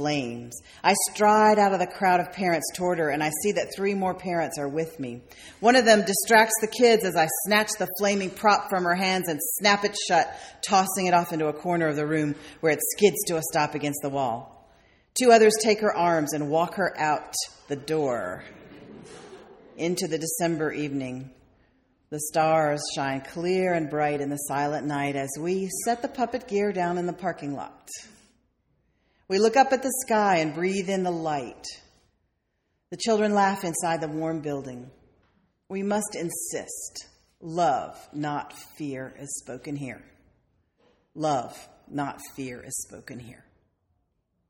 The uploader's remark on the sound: sermon delivered on May 4th, 2008